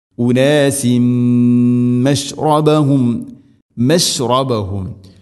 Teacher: തൻവീനിനെ മീമിലേക്ക് കൂട്ടിലയിപ്പിച്ച് മണിച്ചുകൊണ്ട് ഉച്ചരിക്കണം. · Term: ഇദ്ഗാം ബിഗുന്ന